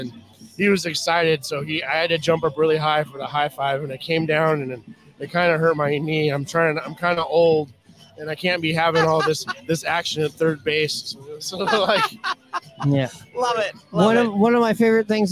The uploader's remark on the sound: Live from Pioneer Tacos & Tequila!